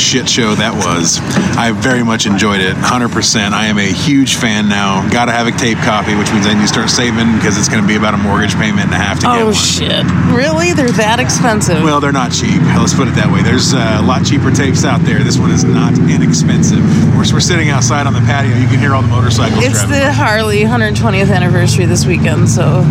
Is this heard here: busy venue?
yes